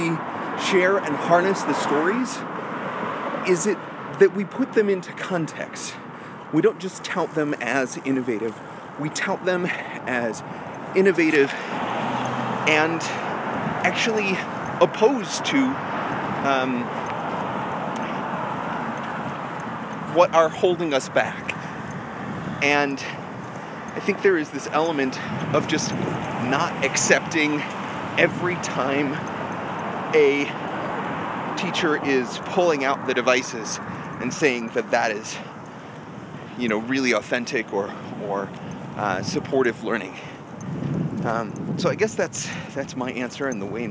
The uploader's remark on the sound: A live walk and talk.